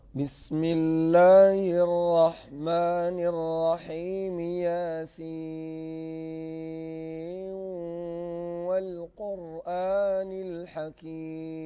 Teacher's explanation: هذا الإدغام إدغام ناقص، أي إدغام ناقص مع الغنة إذا وصل